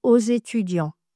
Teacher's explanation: Là, je fais une liaison en Z